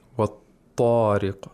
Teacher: The ta has the highest level of tafkhim.